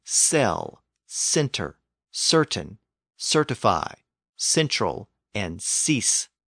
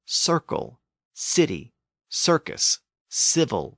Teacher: people tended to move that K sound from the throat to the front of the mouth when it appeared before the front vowels, E and I, that are also pronounced more towards the front of the mouth. · Term: assibilation